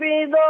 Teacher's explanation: خلي بالك من الراء المشددة ان كلها مرققة